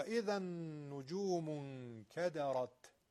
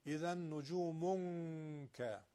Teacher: اون حالت ضمه نجوم رو توی اخفاء نون ادامه ندید، لبتون تو ضمه نمونه